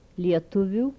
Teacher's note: Labiodental fricatives with palatalization.